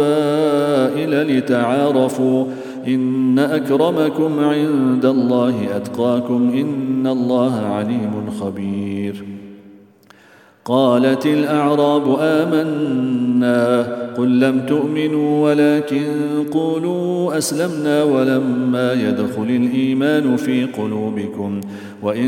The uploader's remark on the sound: at the Houghton Masjid (West Street)